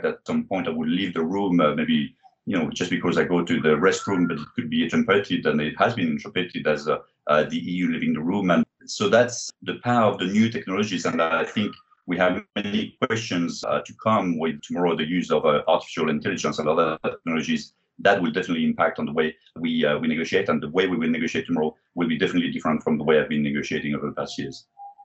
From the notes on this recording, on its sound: For an online recording. Recorded & produced at the UN Geneva Library & Archives.